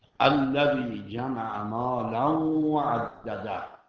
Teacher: مالاً تنوین داریم. واو هم جز حروف یرملونه. ادغام میکنیم. · Term: ادغام در یرملون